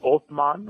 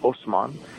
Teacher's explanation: And originally in Arabic, it's Othman, which is with a TH sound. But Turkish people can't pronounce TH, so they say S instead. · Shown in: second take · So his name was Osman.